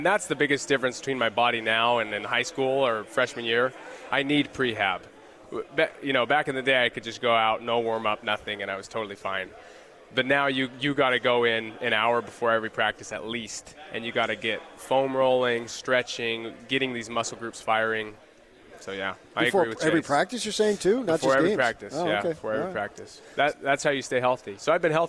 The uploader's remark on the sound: LIVE from Pac-12 Media Day in Los Angeles, CA.